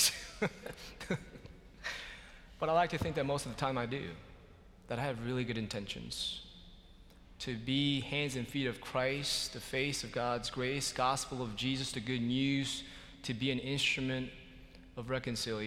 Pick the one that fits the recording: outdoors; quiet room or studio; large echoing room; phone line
large echoing room